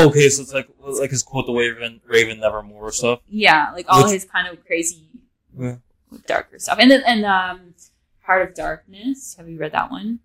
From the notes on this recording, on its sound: Sorry for the audio. I figures d out the issue.